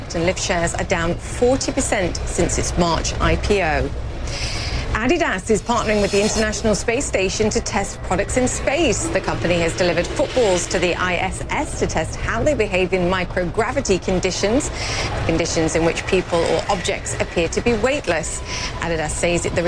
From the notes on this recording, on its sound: live from the New York Stock Exchange.